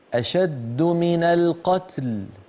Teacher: حاولي ألا تميل التاء الساكنة إلى الكسر